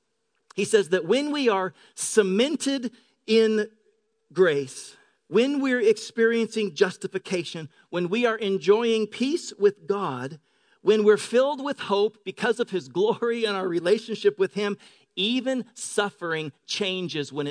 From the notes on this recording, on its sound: Delivered on 13 May 2018 at Grace Church of La Verne